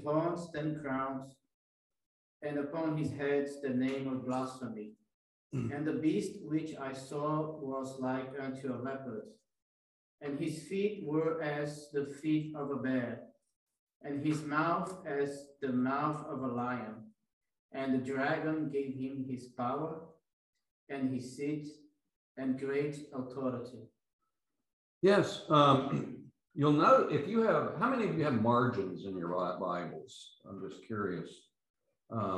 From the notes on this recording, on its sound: These podcasts are the recordings of the lectures.